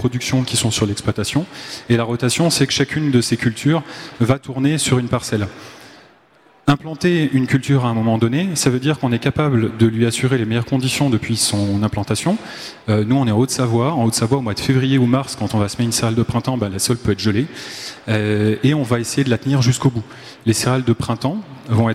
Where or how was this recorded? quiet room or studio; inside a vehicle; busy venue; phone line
busy venue